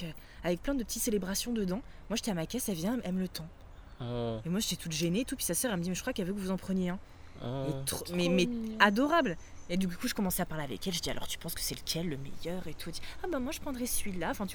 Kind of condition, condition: fault, wind noise